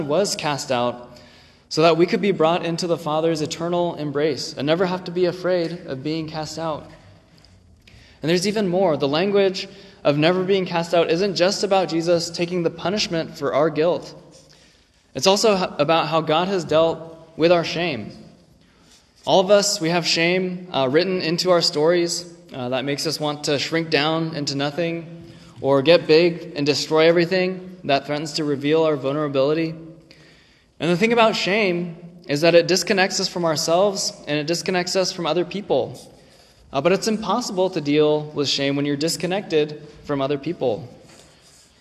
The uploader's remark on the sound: This recording is from 11/19/23 when the same sermon was preached at Ascension Presbyterian in Hillsboro, OR.